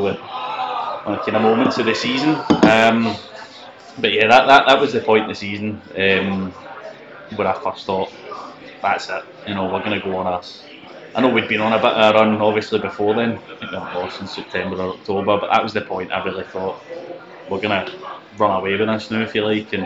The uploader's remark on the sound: From a loud pub, which we could do nothing about